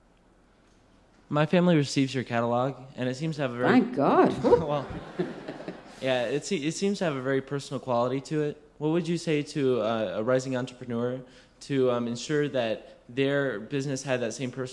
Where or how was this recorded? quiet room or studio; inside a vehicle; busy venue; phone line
busy venue